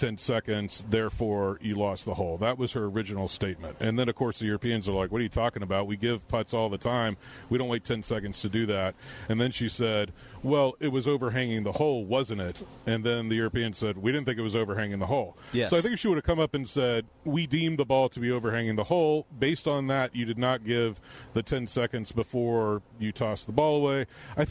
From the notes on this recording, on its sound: Tour Championship at East Lake. Live from East Lake for the final round of the Tour Championship.